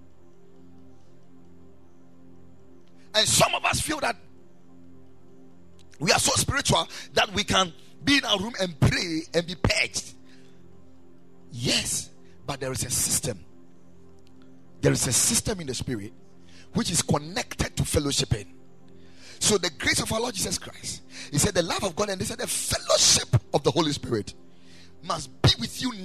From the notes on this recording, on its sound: Preached at the Ekklesia Chapel